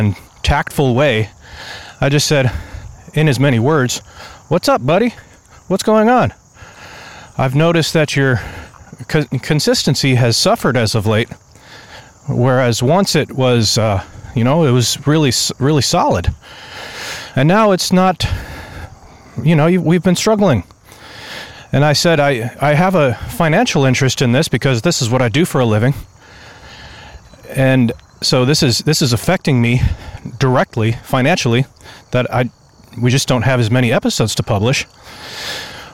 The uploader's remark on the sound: I love going for a walk early in the morning, and I've decided to redeem the time by recording things on my mind related to life, business, marketing and what not by recording short podcasts for you while going for my walks.